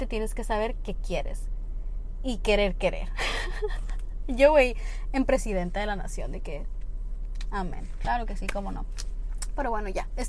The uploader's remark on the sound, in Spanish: el audio no es el mejor del mundo (voy manejando mientras platicamos)